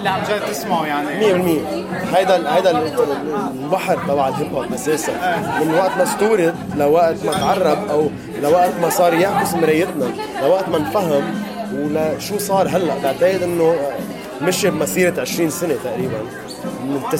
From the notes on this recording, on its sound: Speaks to some up and coming rappers at a joint performance in Beirut, and gets feedback from the audience and fans.